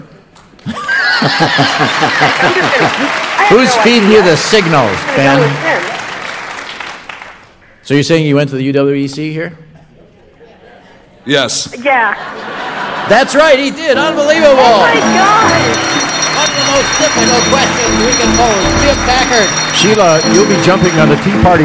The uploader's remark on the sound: at the State Theater in Eau Claire, WI